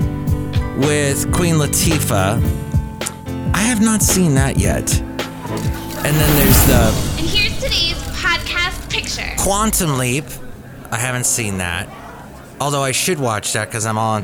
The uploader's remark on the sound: podcasts live from Cafe Anyway